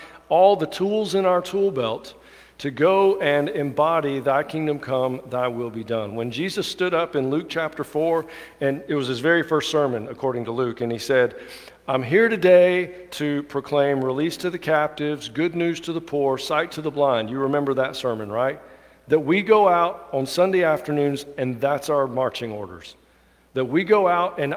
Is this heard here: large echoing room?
yes